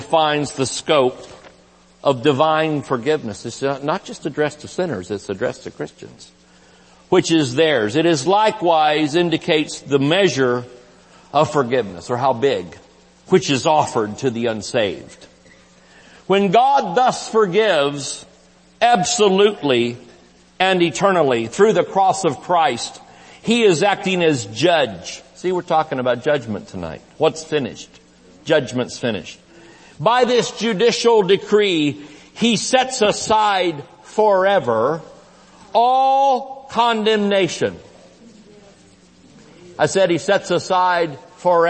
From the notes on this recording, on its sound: IGNITE CONFERENCE. Recorded Live at Shining Light Church.